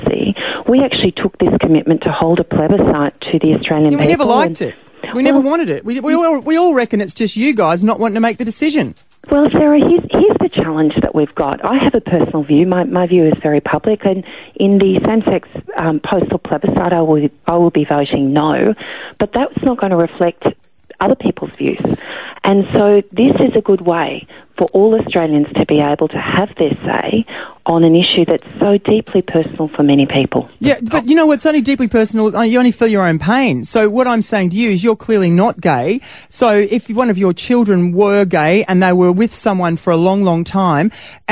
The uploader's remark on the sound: this morning on the phone